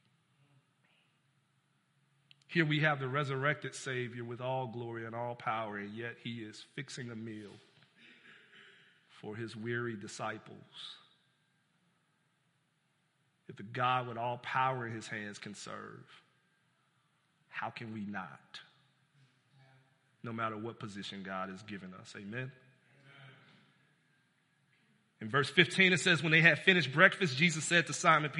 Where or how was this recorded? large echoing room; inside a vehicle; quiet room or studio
large echoing room